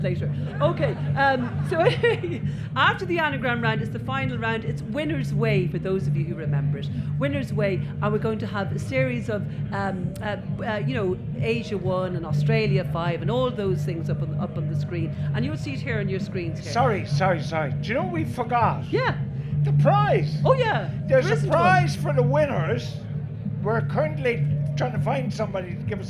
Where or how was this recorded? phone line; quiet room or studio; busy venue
busy venue